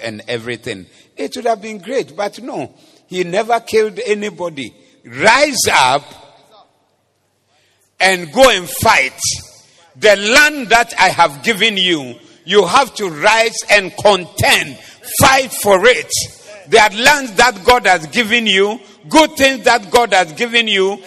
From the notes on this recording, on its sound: Preached at the Zeloo Service.